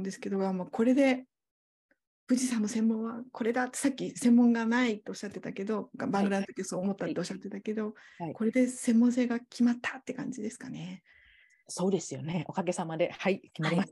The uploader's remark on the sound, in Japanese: 収録場所： オンライン (Zoom)